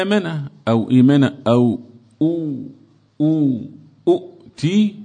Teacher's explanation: شوية آمن أصلها أأمن إيمان أصلها إيمان أؤت وما إلى ذلك أبدلت الهمزة الثانية الساكنة حرف مد مناسب لحركة الأولى · Term: مد بدل